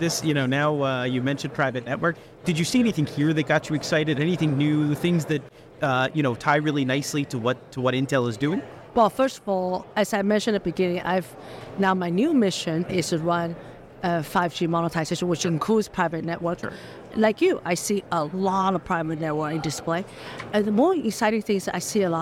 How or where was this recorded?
busy venue